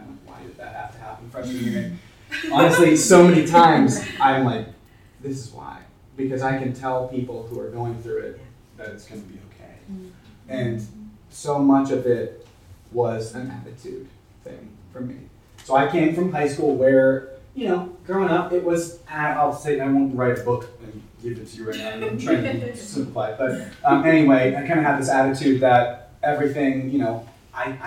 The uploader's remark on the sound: Parents Council 2019. It was a stimulating time of encouragement, insight and fellowship among Carolina parents. The first plenary address and audience discussion.